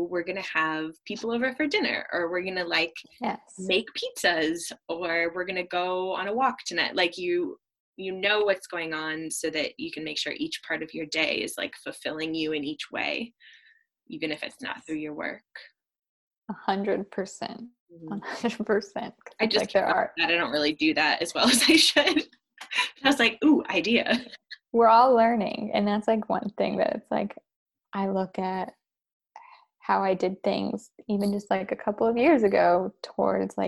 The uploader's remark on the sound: This is much less an interview and more a besties virtual hangout since we just hopped on zoom with a couple talking points and just chatted as normal!